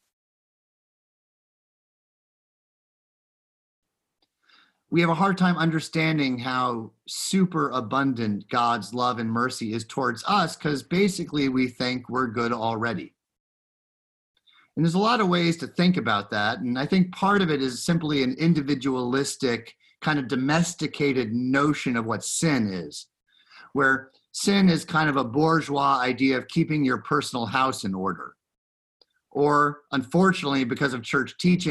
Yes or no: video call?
yes